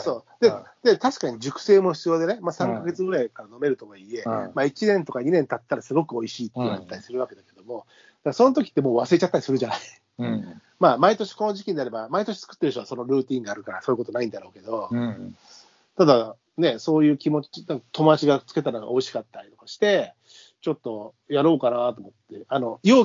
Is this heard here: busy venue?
no